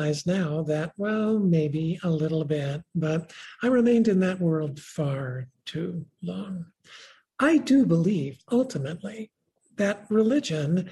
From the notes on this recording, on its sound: This program was recorded via video conference on August 12th, 2021 by the Commonwealth Club of California